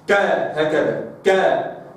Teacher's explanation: لو بدي أقارن فكرة الهمس على نطق بالساكن، يبقى الكاف المتحركة ليس فيها همس، لأن الهمس في الكاف الساكنة يكون بعد زمن الصوت